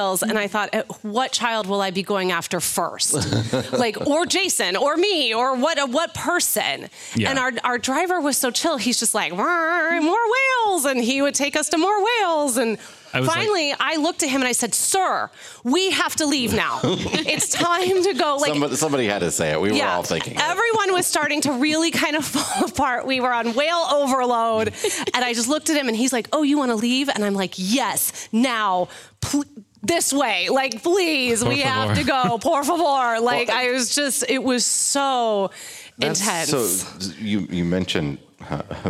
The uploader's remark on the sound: LIVE from the Amana Homecoming. In this episode, we're recording in front of a live audience at our Homecoming rally.